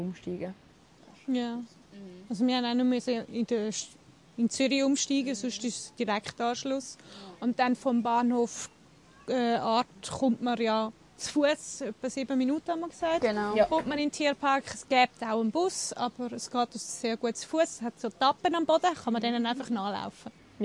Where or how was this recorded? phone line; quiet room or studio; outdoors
outdoors